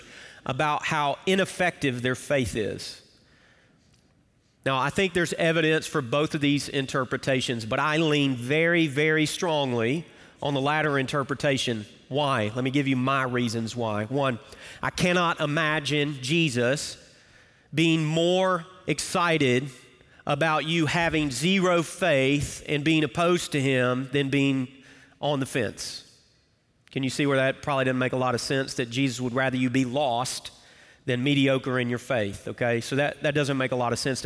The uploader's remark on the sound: Recorded Live at Brookwood Church